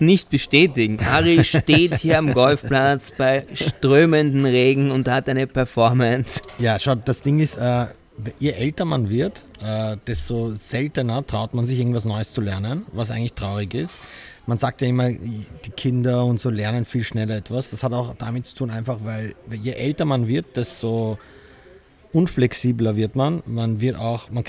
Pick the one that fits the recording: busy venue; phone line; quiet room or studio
busy venue